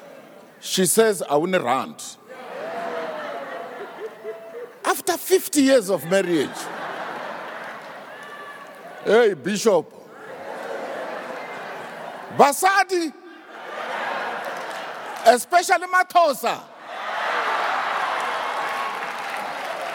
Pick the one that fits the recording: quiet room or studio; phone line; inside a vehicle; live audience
live audience